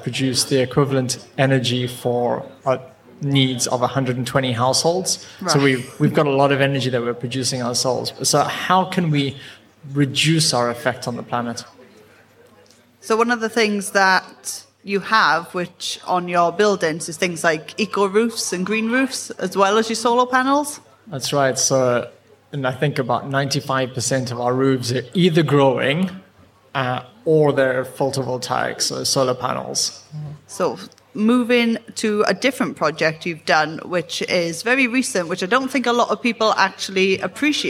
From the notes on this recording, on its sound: Live from Global Bird Fair. We were lucky enough to grab a slot on the brand new Whinchat podcasting stage, sponsored by Swarovski Optik. The episode is dotted with soundscapes taken directly from the Swarovski rainforest.